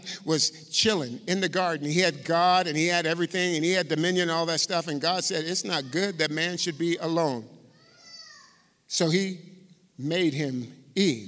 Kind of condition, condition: setting, live audience